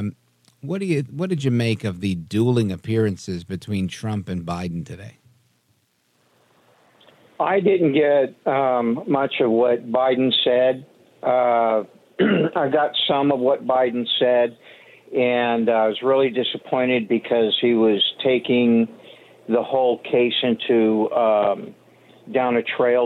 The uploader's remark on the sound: we take your calls in open phones across America